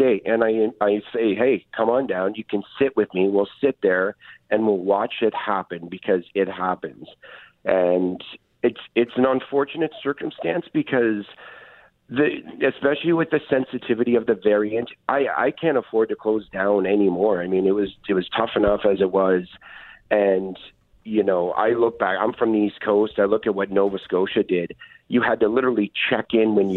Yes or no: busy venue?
no